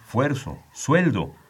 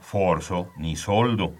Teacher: En el español normal de la Ciudad de México tienden a pronunciarse sin diptongo al menos dos verbos, forzar y soldar. · Shown in: second take · Según la etimología y el uso tradicional, debe decirse fuerzo, sueldo, y no forzo ni soldo.